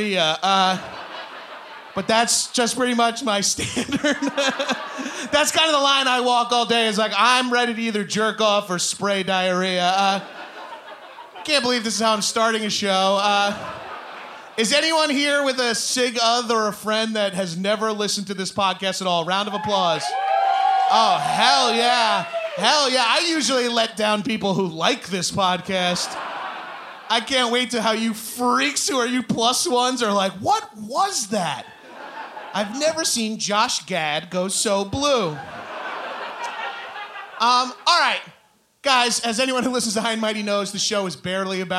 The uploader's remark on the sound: Live in Austin. A live edition of High & Mighty (recorded in the before time, don't worry).